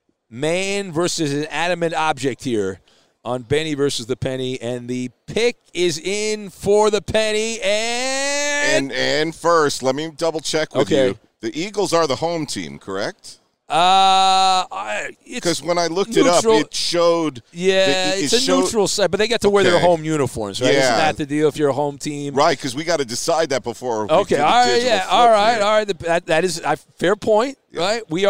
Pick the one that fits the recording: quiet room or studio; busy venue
busy venue